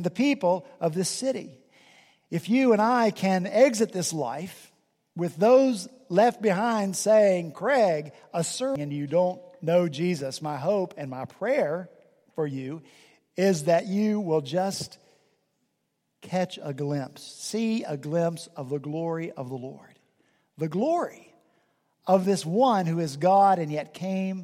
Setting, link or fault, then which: setting, large echoing room